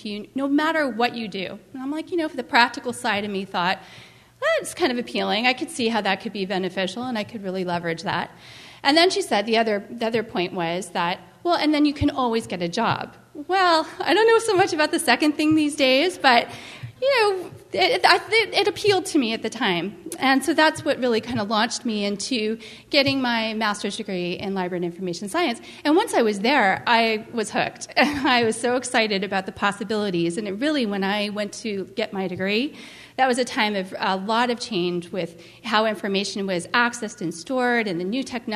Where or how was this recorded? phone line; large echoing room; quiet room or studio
large echoing room